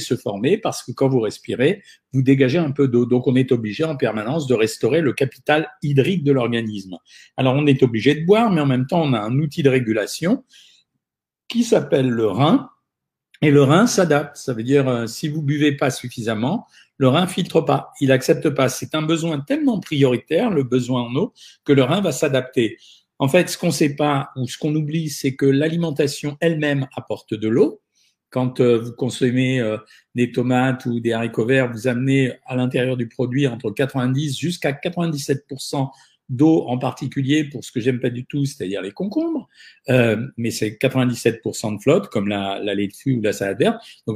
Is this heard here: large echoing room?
no